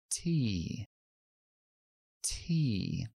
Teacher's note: súper importante que la T en inglés, la lengua, que no toque los dientes, sino está pegado arriba en la zona de la encía que llamamos alveolar, detrás de los dientes superiores. Cogemos presión, detenemos el aire, detenemos el aire ahí, y que explota sin voz.